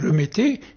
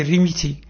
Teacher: Mais comme elle, dans le parler arabe, l'accent « et » n'existe pas, c'est plutôt le « i » qui existe · Shown in: second take · et ne prononce pas, au lieu de dire « remettez », il dit « rimiti ».